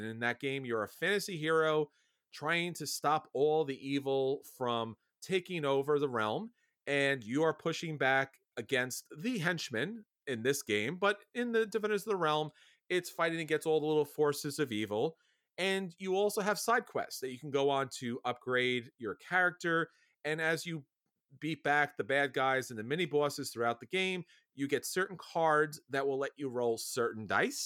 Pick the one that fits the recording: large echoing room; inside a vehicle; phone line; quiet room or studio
quiet room or studio